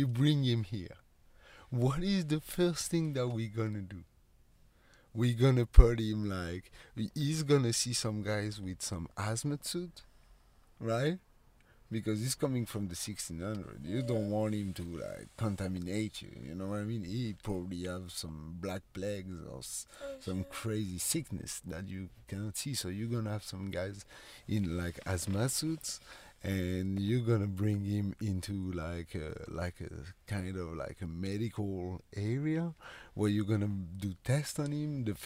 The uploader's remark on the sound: when testing our studio setup in the car